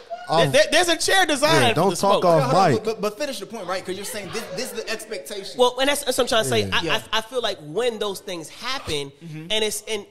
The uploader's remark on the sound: sit down with the live studio audience and have a conversation